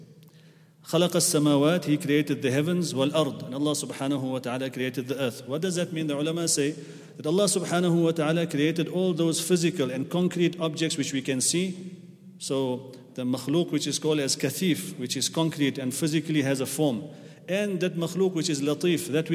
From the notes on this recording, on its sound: at the Houghton Masjid (West Street)